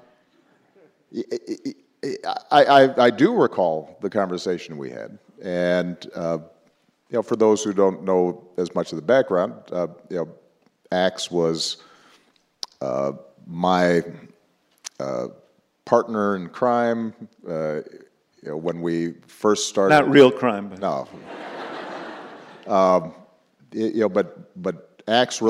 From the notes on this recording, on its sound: in Hyde Park for a special live taping of the Axe Files